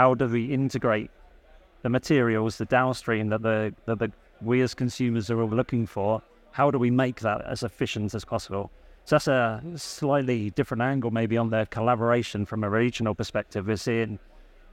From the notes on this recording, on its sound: Recorded live at ADIPEC 2023